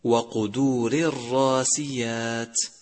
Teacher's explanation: ثانيا يجب تمييز الراء المرققة من المفخمة عند تجاورهما، مثل وقدور الراسيات. لاحظ الفرق بين راء قدور المرققة وراء راسيات المفخمة، فلا تخلط بين النطقين، وقدور الراسيات.